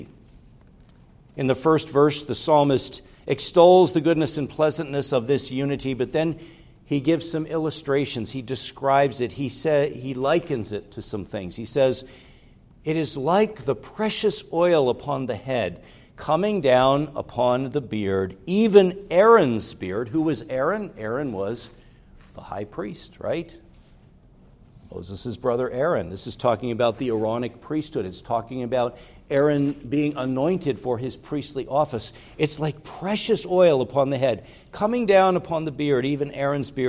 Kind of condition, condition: setting, large echoing room